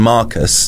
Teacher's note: So if I said Marcus, mm-hmm. then Mark is the stressed syllable, and then the us is unstressed